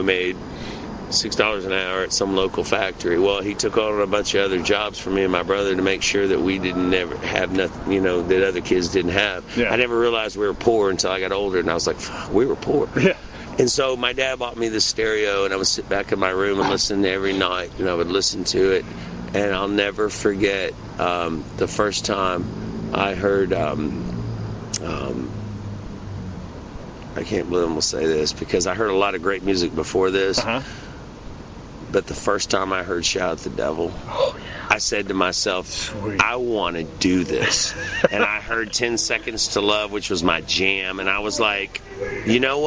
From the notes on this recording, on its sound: Interview recorded at the benefit for Chris Leone at Brewskees in Louisville KY.